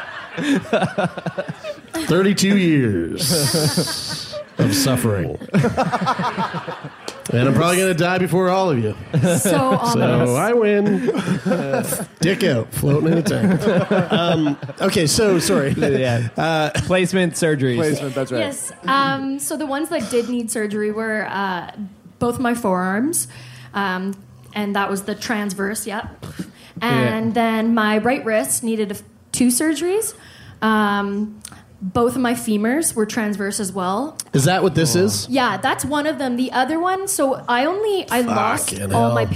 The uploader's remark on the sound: Shake up an entire live audience with a live show for the ages.